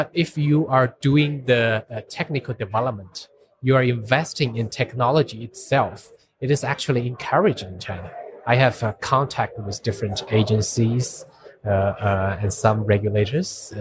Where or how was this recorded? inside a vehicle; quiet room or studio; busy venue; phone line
busy venue